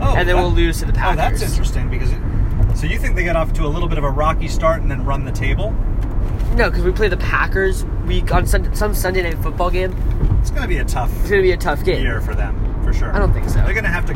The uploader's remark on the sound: Live From the Car. On the four hour drive from Oakland to Visalia.